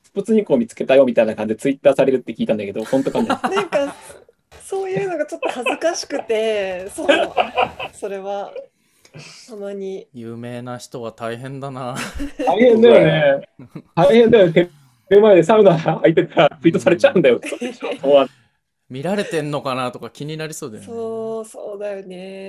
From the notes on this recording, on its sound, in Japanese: ZOOMでの収録の様子は動画でも公開！